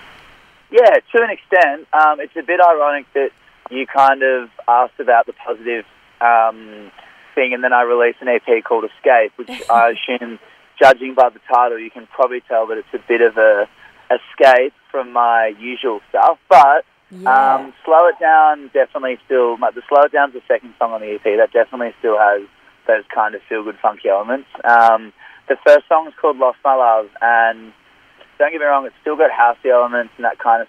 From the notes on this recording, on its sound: called into the house for a chat